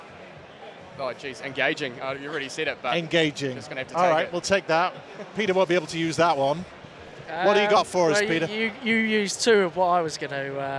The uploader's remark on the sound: Event Special - Accountex 2023 Live Interviews.